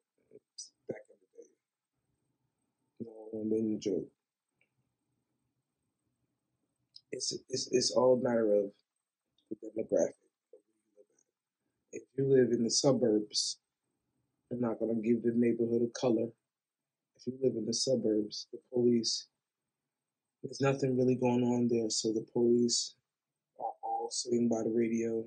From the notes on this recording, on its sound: I put a band aid on the audio wrenched it off and threw it on the table. My new microphone sucks, I do apologize.